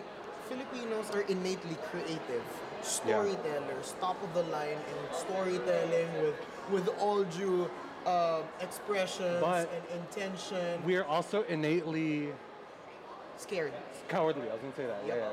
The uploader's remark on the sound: We are recording live from FAHM Mania 3 in Plaza West Covina. We have the opportunity to be part of this Filipino Festival and we decided to have some fun with everyone here by playing games and shooting some live podcasts.